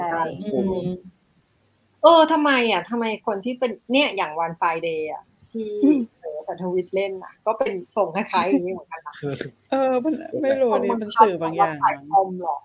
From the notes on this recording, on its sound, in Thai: สดจากโซล เกาหลีใต้. รายการนี้เป็นการทดลองนำรายการสดมาบันทึกเสียงเพื่อลงในเวอร์ชันพอดแคสต์ ทำให้คุณภาพเสียงไม่ได้สมบูรณ์แบบมากนัก มีการพูดซ้อนกันเป็นระยะๆ.